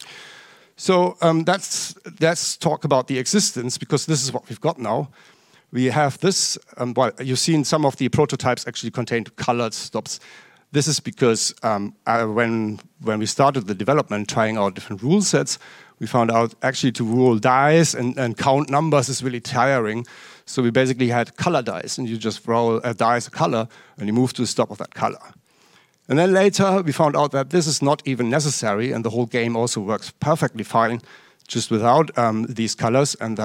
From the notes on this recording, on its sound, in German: Live aus der c-base.